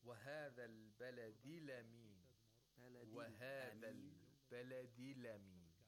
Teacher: the haraka of the letter, which is after a sakin letter, goes back to the sakin letter, and that sakin letter gets the fatha or whatever vowel that is after the sakin letter. · Term: naql